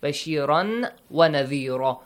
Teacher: How you merge tanween to waw, and it means you kind of add one waw there, one more waw, sakin waw. Yeah. Bashira, joined it with one sakin waw, raw. · Term: Idgham